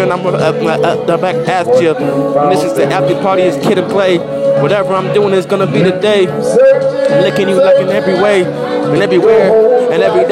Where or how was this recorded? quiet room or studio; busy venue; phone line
busy venue